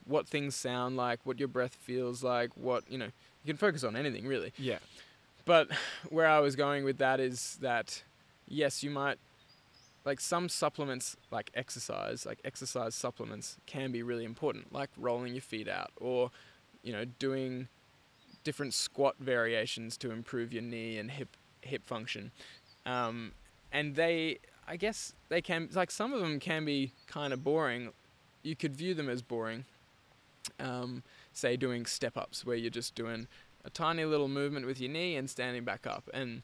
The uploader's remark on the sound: We recorded this one while out at TFC Bush 1. We recorded this one while out at TFC Bush 1.